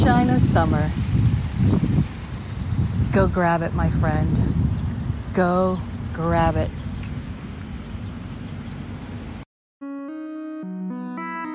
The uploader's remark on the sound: LIVE from the Fountain of Eternal Life Cleveland, Ohio. This is a special on location Walk and Talk of our Mindfulness Summer Tour 2022.